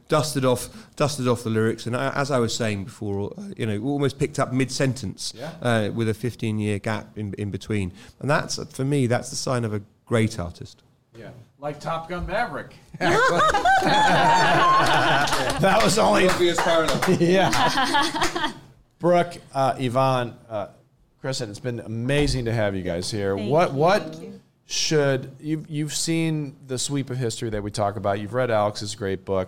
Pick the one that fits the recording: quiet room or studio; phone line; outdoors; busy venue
busy venue